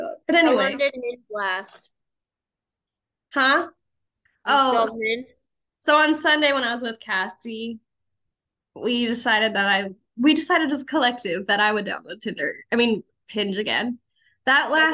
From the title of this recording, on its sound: The Zoomed Pod